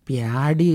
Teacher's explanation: പേടി എന്നത് പ്യാടി എന്ന പ്രാദേശിക ഉച്ചാരണമായി അവിടെ കേൾക്കാം · Term: താലവ്യഭ്രമം